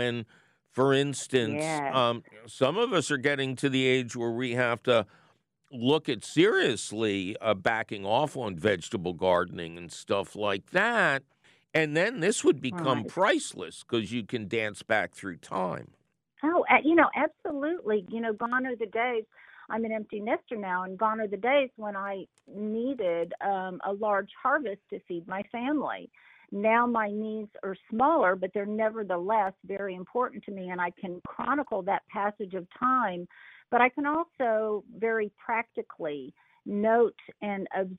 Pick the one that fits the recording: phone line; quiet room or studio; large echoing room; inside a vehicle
phone line